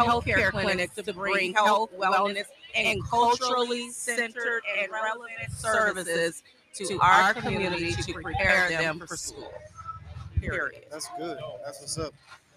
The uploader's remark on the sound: In this Episode we are live on West Boardway and Lyndale Ave in Minneapolis Minnesota celebrating Juneteenth. We shot this live and outside for the first time - please excuse sound quality.